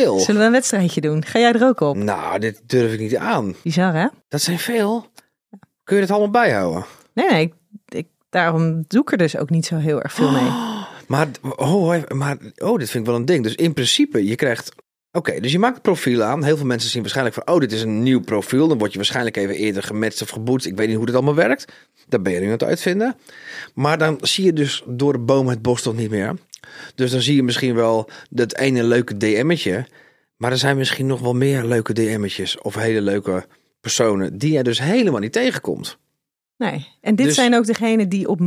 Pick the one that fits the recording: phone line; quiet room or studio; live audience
quiet room or studio